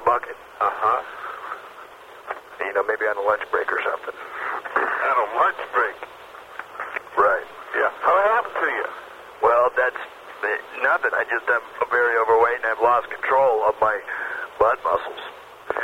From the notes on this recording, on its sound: Prank Phone Calls Collection